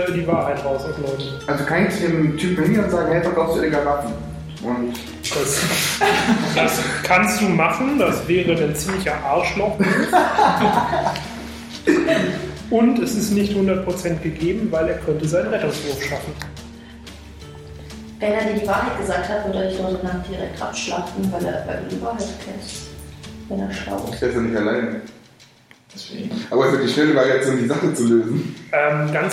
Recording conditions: background noise